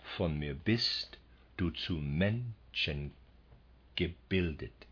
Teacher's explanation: having two short beats, followed by a long beat. In this way we get the anapestic rhythm.